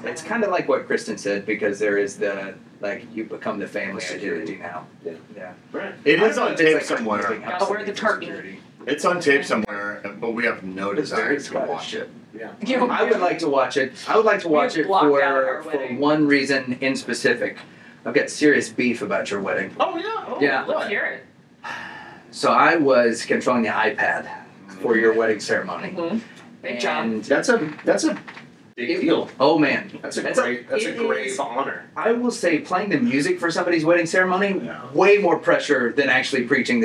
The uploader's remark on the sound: Forgot to plug in their mics so the audio quality is questionable.